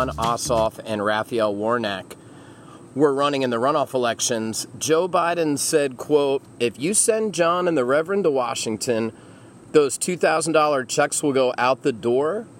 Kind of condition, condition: setting, outdoors